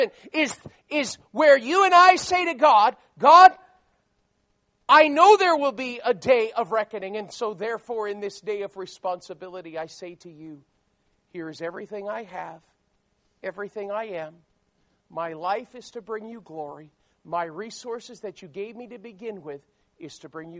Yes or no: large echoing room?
yes